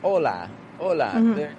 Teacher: It's not strong, weak, but it's two kind of strong syllables.